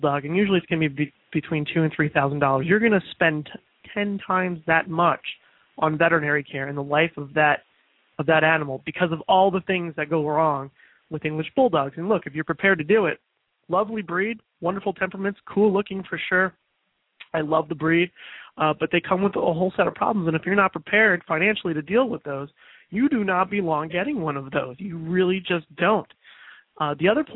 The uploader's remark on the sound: Open up the lines throughout this final broadcast.